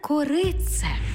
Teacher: «ти» переходить у подовжений звук «ц»